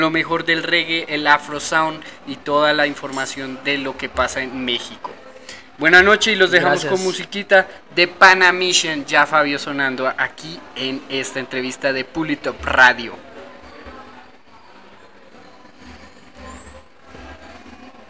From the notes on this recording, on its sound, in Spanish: En vivo y en directo desde Jamaica Records en Guadalajara Jalisco